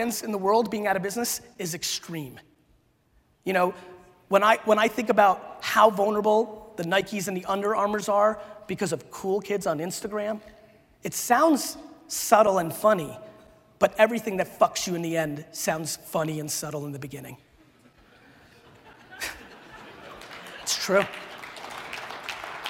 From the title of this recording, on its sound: A Keynote: SALT Conference 2017